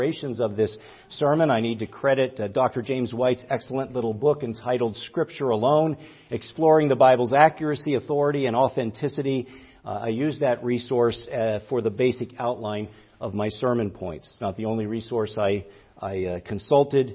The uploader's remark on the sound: preached at Grace Orthodox Presbyterian Church in Sewickley, PA, during the morning Worship Service on Sunday, October 22, 2023.